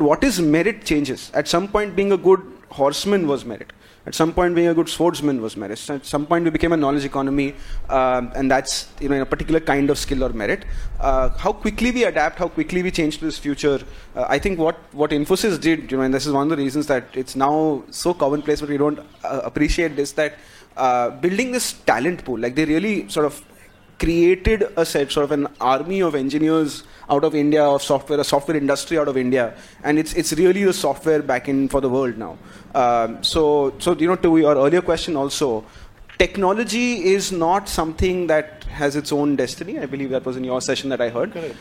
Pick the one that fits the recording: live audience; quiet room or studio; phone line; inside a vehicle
live audience